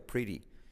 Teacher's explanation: La R genera una U, mira, pretty. Y la T como R suave